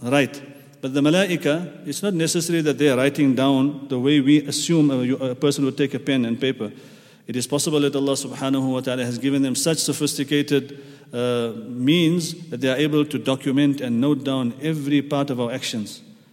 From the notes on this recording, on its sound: at the Houghton Masjid (West Street)